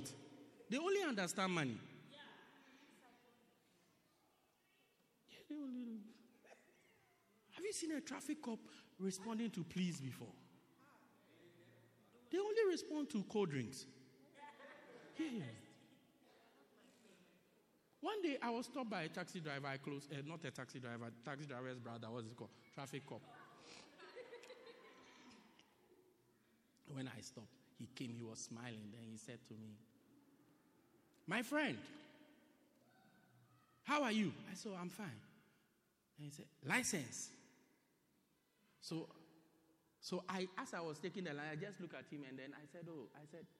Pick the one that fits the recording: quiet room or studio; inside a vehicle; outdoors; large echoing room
large echoing room